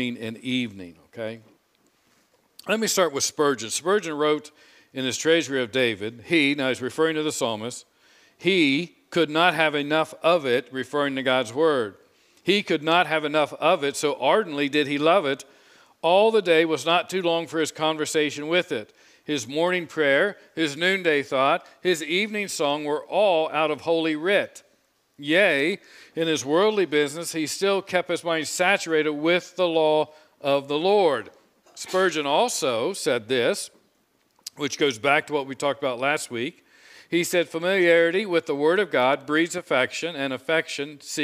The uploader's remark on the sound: Preached this sermon on Sunday, August 7, 2022 from the pulpit of Grace Community Church in Berea, KY.